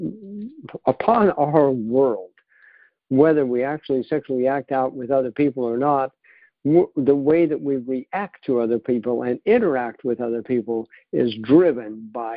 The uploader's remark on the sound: 2019 New Years Day Phone Conference